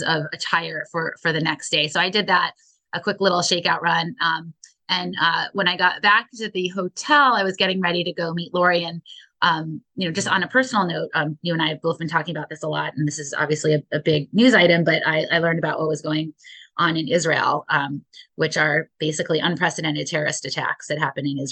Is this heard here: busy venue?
no